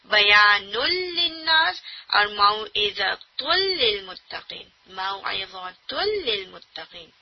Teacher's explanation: मौइज़तुल लिल मुत्तकीन, ठीक है, दोनों जगह देखिए दमा तनवीन है, लेकिन हम न सिर्फ नून की साउंड बल्कि जो उसमें गुन्ना होता है उसको कम्प्लीट मर्ज कर दे रहे हैं लाम में · Term: कम्प्लीट इदगाम